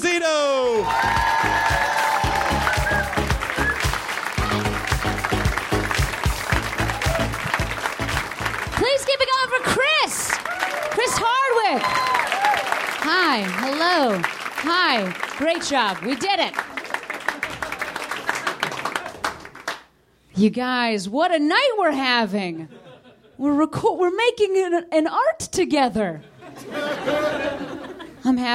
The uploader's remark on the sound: Live from the NerdMelt Showroom, it's the third Nerdist Podcast Stand Up Cluster.